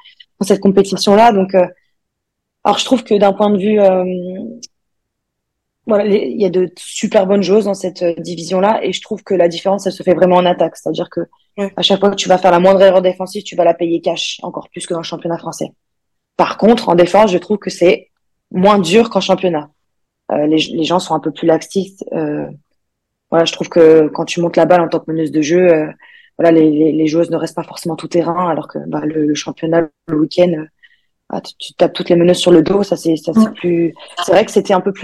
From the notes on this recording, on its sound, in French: Ce dixième épisode a été tourné via Zoom, l'invité étant en vacances à ce moment.